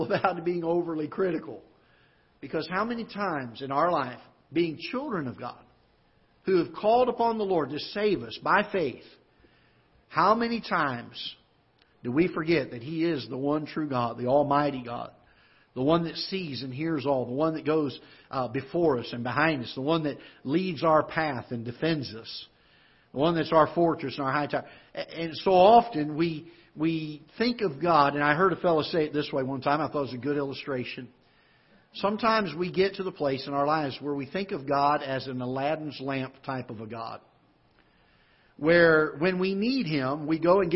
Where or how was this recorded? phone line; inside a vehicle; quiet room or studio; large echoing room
large echoing room